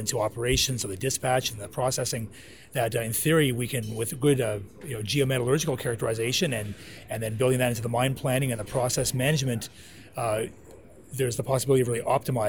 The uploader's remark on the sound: This podcast was recorded from the Trade Show floor at one of the largest mineral exploration conferences in the world - PDAC 2018.